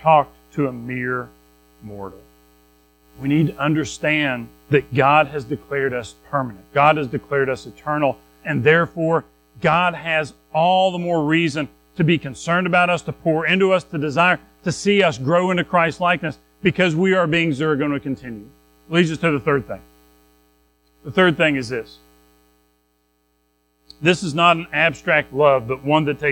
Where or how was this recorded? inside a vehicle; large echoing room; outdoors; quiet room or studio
large echoing room